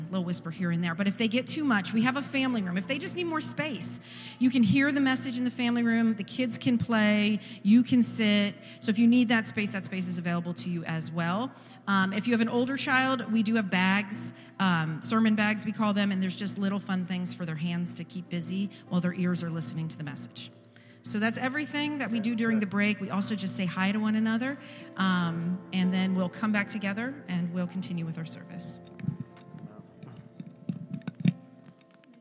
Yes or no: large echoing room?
yes